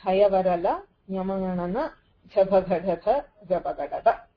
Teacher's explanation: For all these letters, it is Samvaraha, Nagaha, Ghoshascha. · Term: Hash